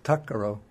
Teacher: the T and the K, when they meet, then that final T turns into a K